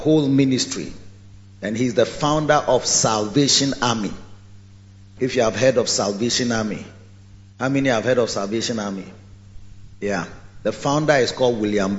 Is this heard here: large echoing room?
yes